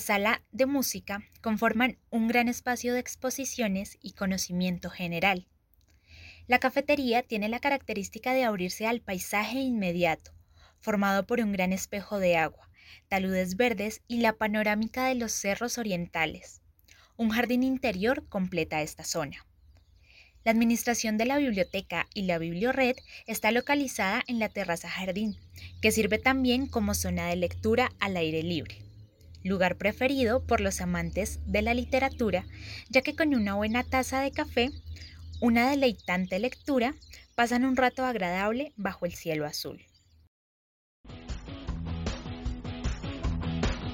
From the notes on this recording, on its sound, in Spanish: Un recorrido etnomúsical por Teusaquillo, la localidad más pintada de verde de la capital. Los sonidos del ambiente, las voces de sus habitantes y la música serán los protagonistas de este podcast.